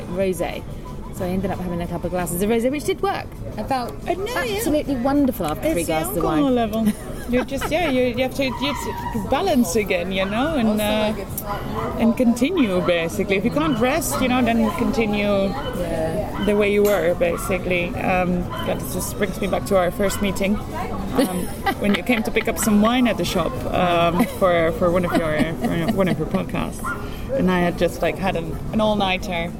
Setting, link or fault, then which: fault, background noise